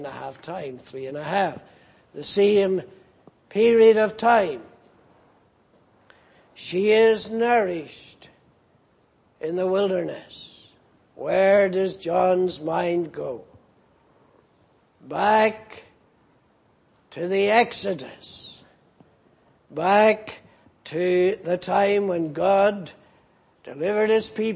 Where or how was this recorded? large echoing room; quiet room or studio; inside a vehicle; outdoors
large echoing room